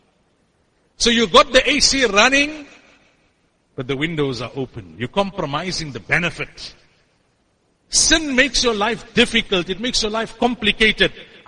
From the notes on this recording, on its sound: Jumuah lecture at Masjidus Siddique